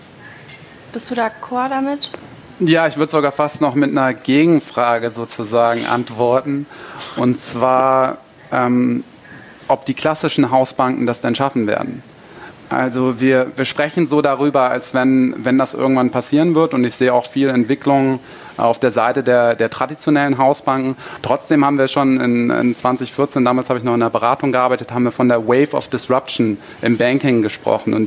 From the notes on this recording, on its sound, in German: Live von der BEX20